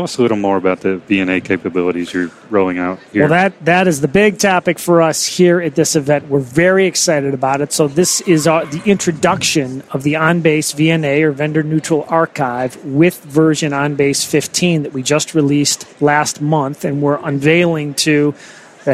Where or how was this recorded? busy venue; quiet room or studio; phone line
busy venue